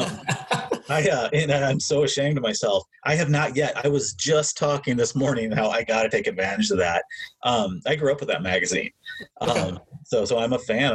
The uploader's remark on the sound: We apologize for the tinny sound of this recording.